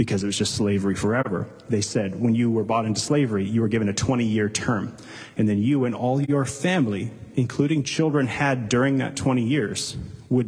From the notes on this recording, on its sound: Delivered live, at Capital City Church in St.